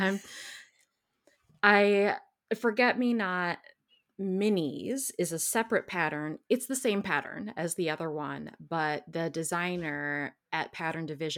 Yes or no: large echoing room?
no